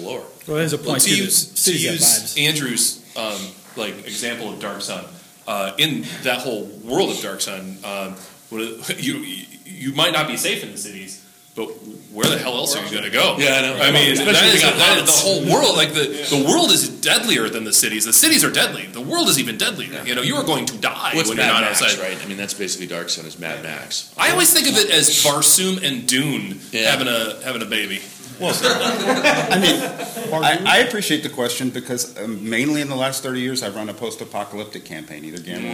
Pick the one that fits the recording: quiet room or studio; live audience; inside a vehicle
live audience